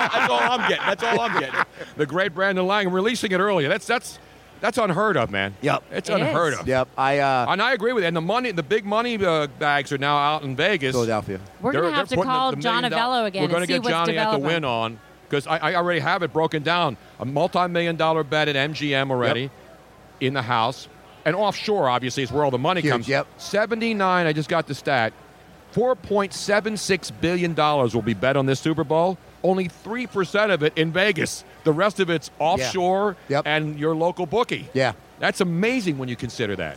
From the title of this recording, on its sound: LIVE from #SuperBowl52 Radio Row in #Minnesota at #MallOfAmerica